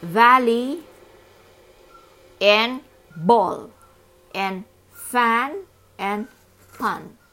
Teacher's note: Some also interchange v with b and f and p